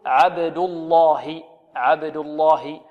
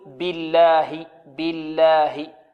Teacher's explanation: ترقق. إذا سبقت بفتح أو بضم تفخم، وإذا سبقت بكسر ترقق.